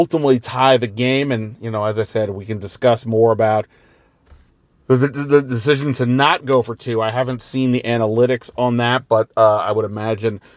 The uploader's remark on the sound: Recorded this episode about the Commanders' overtime loss while driving back from Philadelphia. Joining the hands-free conversation from his own car barreling down I-95.